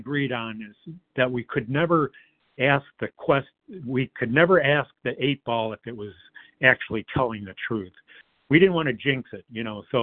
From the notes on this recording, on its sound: 100 Pounders Phone Meeting